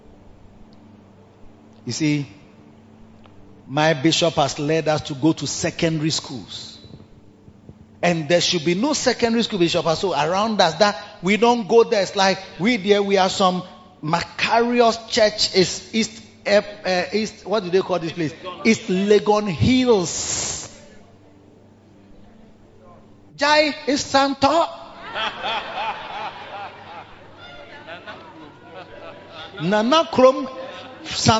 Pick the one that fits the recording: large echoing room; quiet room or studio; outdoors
large echoing room